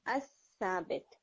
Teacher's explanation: لام سا بن جاتا ہے یا سا کے اندر مرج ہو جاتا · یہ جو سا کے اوپر تشدید آ رہی ہے نا، یہ آپ یہ سمجھ لیں کہ یہ ایک دفعہ لام تھا جو لام کنورٹ ہو گیا سا میں، اور دوسری دفعہ سا، ورنہ ورڈ کیا ہے اوریجنلی الثابت، سا ایک ہی دفعہ ہے لیکن لام آپ نہیں پڑھتے، لام کی جگہ سا پڑھتے ہیں · Term: ادغام شمسی